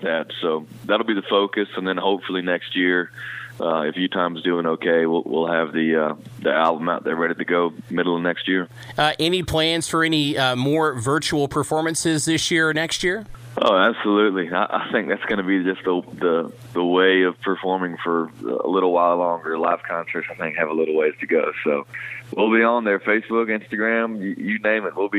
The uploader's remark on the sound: Calls into the Big Rick In The Morning show.